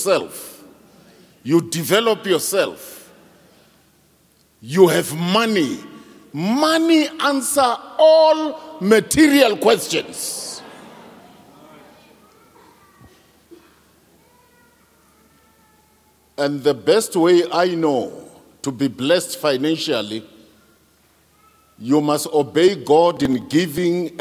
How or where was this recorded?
large echoing room